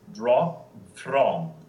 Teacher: The FR can keep a nice little flipped R.